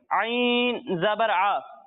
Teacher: جب ہم عین کی ادائیگی کریں گے تو اس کی آواز حلق کے درمیانے حصے سے آئے گی